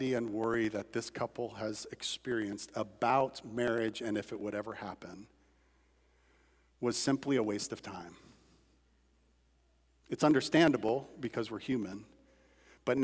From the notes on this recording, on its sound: At Redeemer Church on February 27, 2022. Was preached from Matthew 6:25–34 at Redeemer Church.